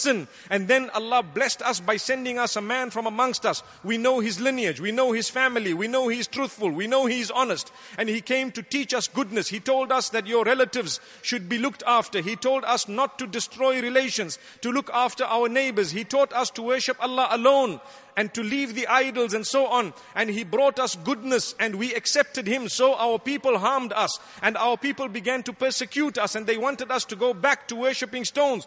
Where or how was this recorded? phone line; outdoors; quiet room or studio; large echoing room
large echoing room